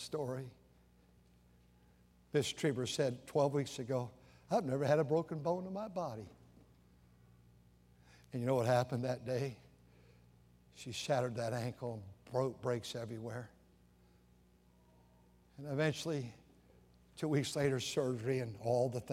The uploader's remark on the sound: During the Sunday Morning service on June 11, 2023, at North Valley Baptist Church in Santa Clara, California.